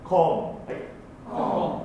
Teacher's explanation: この O の音は単母音なので、あんまりオーとしすぎない、結構ごく普通に音考えてください。